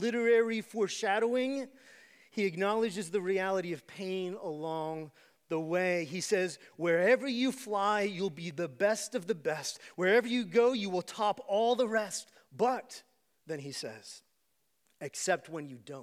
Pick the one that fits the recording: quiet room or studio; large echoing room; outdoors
large echoing room